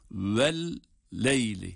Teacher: Sadece birisi cezimli, diğeri harekeli olarak lam harfinin iki defa okunması var.